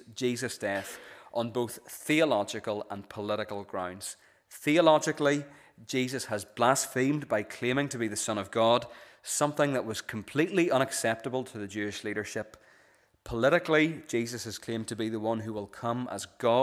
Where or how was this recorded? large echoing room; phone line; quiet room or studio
large echoing room